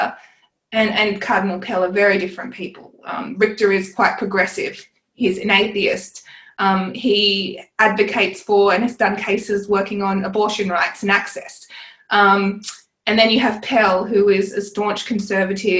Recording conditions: video call